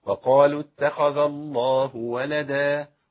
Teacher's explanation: عند التاء مرققه، اتخذ الخاء مفخمه، اتخذ الذال مرققة